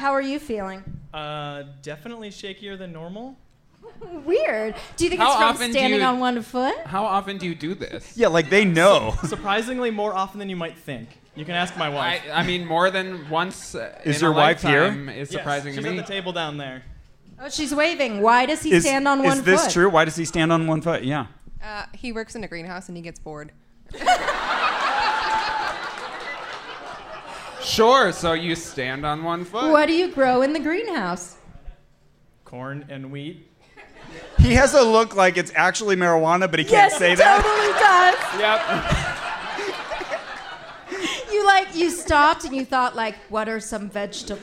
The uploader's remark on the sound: Minneapolis Live Show Edition. Sell out the IceHouse Minneapolis for a the first stop on their live show tour! Featuring goofy experiments with the audience.